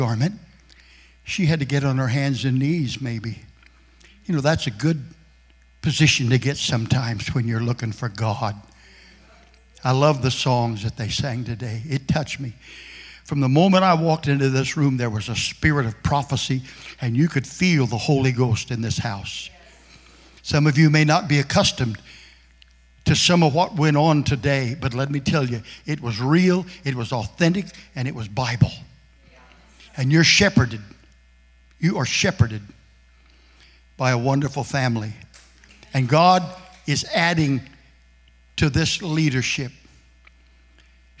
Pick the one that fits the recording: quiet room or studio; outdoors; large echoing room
large echoing room